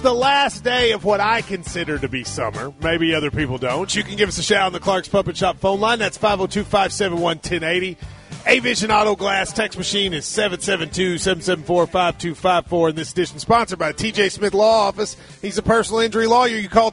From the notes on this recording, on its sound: KSR is Live at KSBar & Grille talking Kentucky Football and taking your calls.